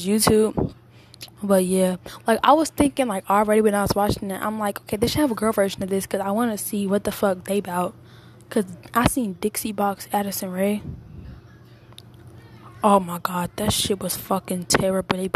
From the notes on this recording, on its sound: Just a quick podcast, I dont have my mic but I have my phone! This podcast still sounds good ig.